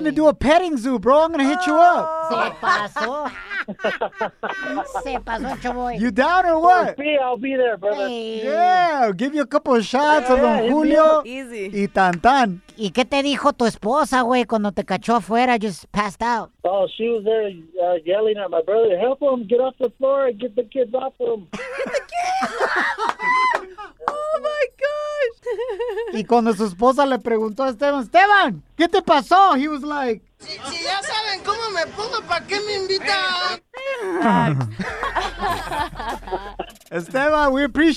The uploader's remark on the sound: We opened up the phone lines. A listener calls.